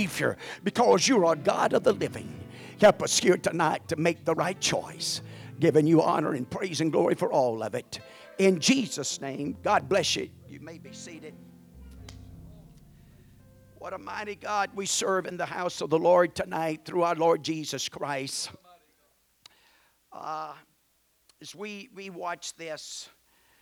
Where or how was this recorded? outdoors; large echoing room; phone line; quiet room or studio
large echoing room